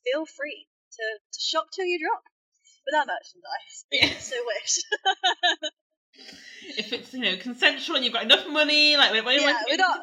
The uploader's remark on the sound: There were some technical difficulties during this episode, so any odd noises are probably from us, not your equipment!